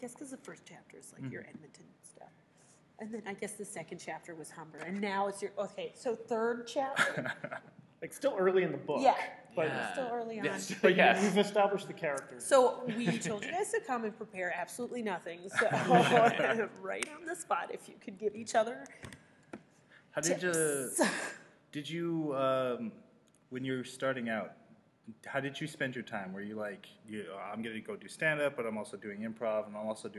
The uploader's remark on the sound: This edition of TCS was recorded LIVE at the Toronto Sketch Comedy Festival.